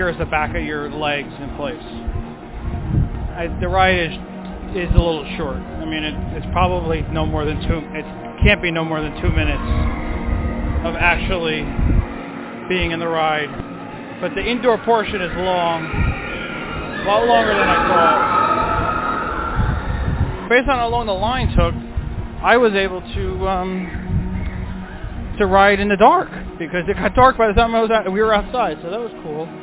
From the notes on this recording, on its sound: live from the Magic Kingdom